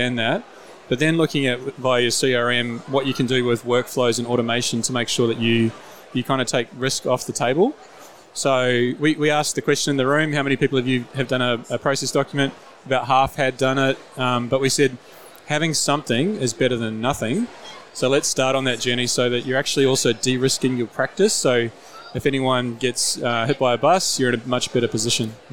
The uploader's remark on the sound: Recorded at the 2022 FPA Professionals Congress